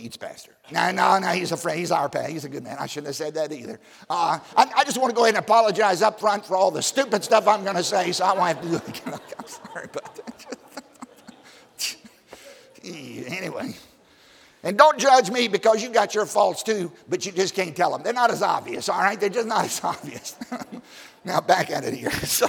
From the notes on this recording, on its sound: during the 2020 Spiritual Awakening Conference at Baptist College of Ministry